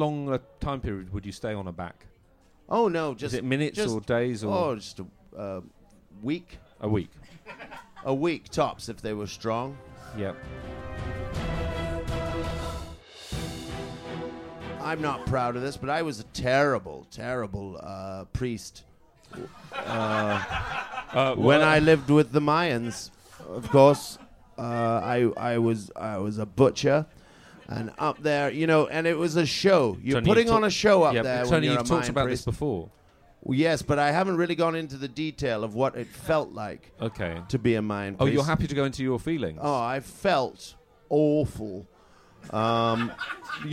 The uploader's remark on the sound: In the second episode to be recorded at the Edinburgh Festival Fringe, we take questions from the floor.